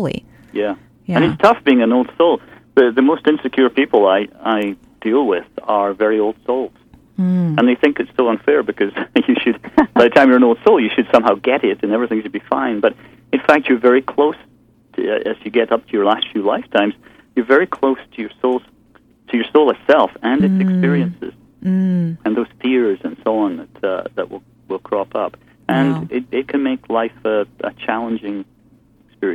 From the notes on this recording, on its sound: Take calls from the audience.